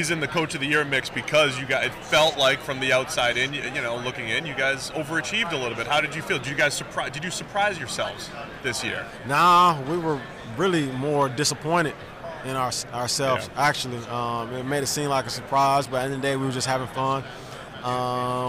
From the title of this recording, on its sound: From Radio Row